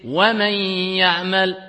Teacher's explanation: Idram, c'est ça, on annule. Assimilation, il est assimilé, il est avalé. Le noun, il n'existe plus.